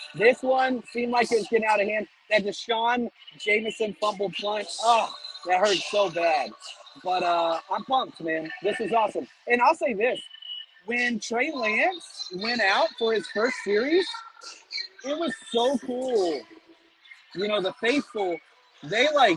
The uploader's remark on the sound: Live From Levi’s